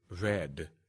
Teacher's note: The Wikipedia entry on the way English uses this sound does what we already know, which is f and v, but then they offer a third candidate for the labiodental approximant, which is a word like red. So the R sound in some accents is realized with a strong labial component. · Term: labialization